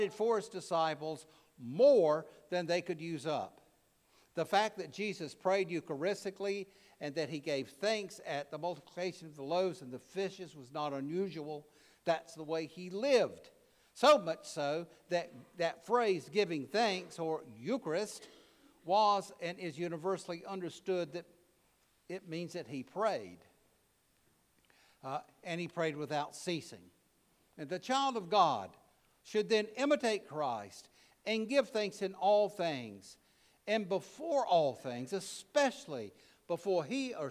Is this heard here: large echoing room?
yes